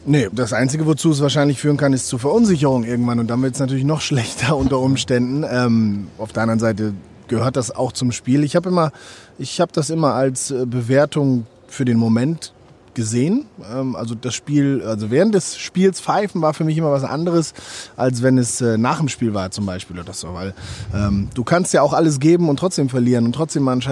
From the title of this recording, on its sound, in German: live am Telefon